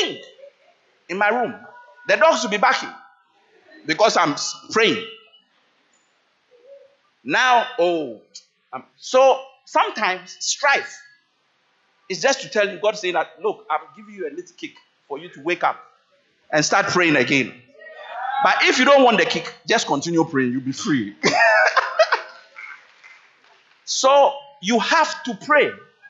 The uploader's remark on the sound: Talk delivered at CBC Adabraka Campus